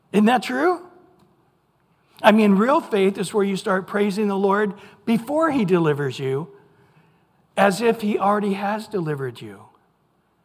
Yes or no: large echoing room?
yes